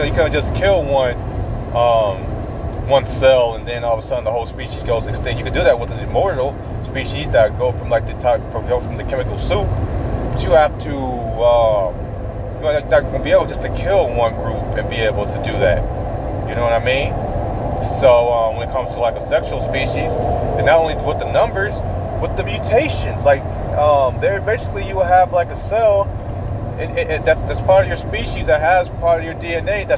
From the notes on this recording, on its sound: I am in my car. On my way to the MREA.